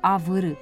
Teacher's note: După un V aspru, urmat de cealaltă vocală urâtă, î, urmează un vibrant R, susținut de aceeași urâtă vocală.